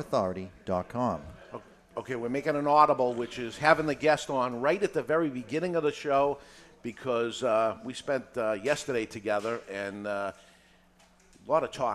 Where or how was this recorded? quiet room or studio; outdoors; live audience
live audience